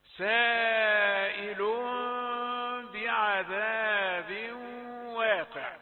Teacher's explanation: التقى بالباء، فماذا فعلنا؟ حولنا التنوين إلى ميم مخفاة مع الغنة